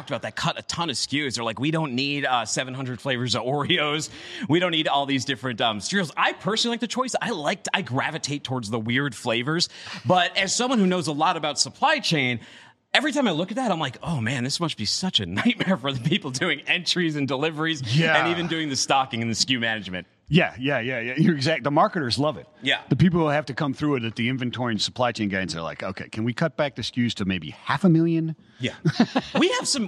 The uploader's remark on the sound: LIVE from #GSCW. LIVE from Global Supply Chain Week’s Retail and CPG day.